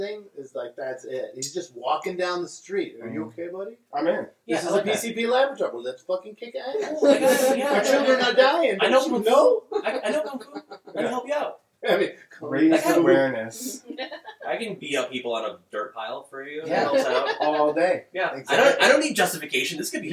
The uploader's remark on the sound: Maybe not the best audio that we've every done. This week we invite several friends over to watch Disco Godfather.